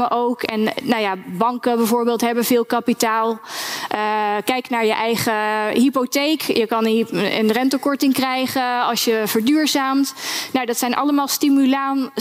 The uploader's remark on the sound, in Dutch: Laat je meeslepen in een informatieve en spannende discussie tijdens de NBA Ledenvergadering, live vanuit de Jaarbeurs, Utrecht.